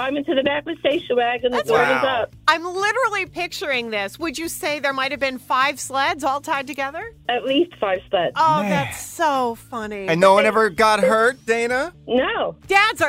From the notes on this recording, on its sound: Listeners call in throughout the morning to share their outrageous stories from a lenient childhood.